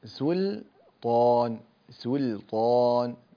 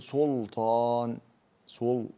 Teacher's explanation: انتبه لترقيق السين واللام ولا تفخم اللام · Shown in: first take · تقول سلطان سلطان، لا تقول سلطان سل، لا.